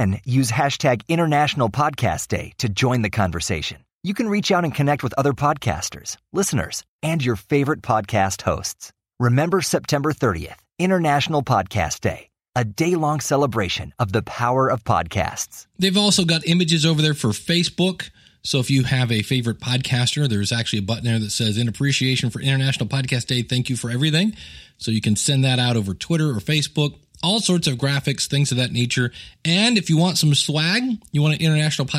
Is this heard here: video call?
no